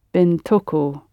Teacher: pronounced bintuku, because you have a little helping vowel in there